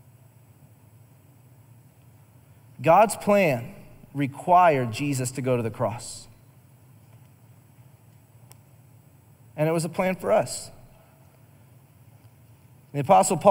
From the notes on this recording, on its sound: Recorded live during our Wednesday night service